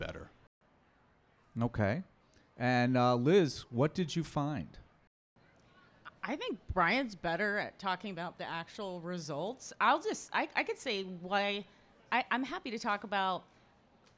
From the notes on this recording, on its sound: This conversation was recorded live at the 2023 Nordic Summer Social in Madison, WI.